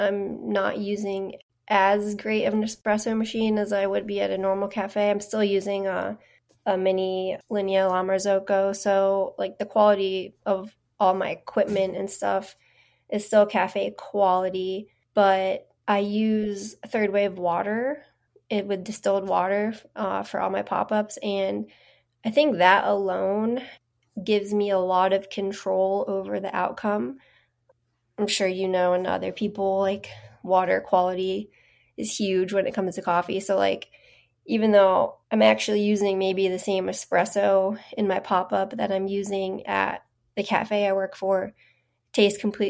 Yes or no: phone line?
no